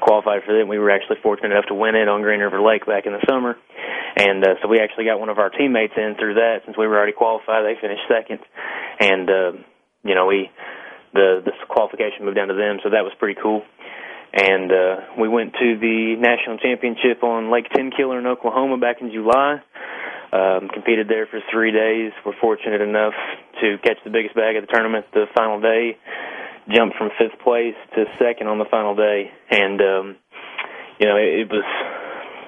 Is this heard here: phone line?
yes